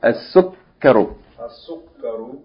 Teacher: Don't make the second syllable long. There's no long vowel.